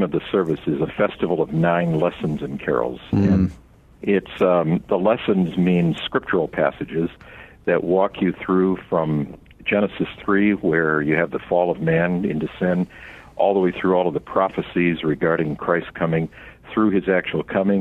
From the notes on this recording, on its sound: We are joined via phone